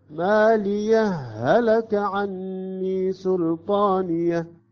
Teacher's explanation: عندما يصبح الإدغام تصبح هاء مشددة عندنا